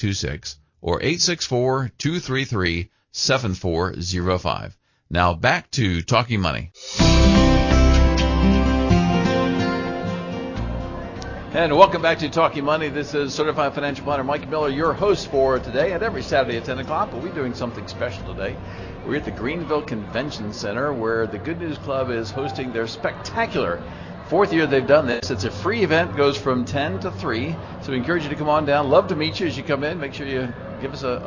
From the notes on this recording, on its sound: Live at the Annual Good News Club Spectacular. Broadcasts live from the Greenville Convention Center for the Annual Good News Club Spectacular.